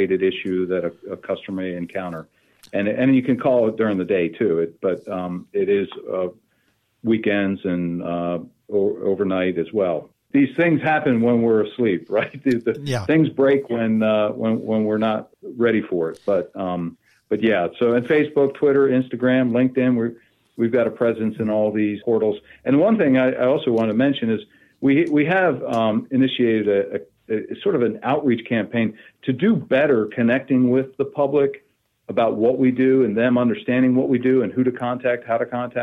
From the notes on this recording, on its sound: We hopped on the phone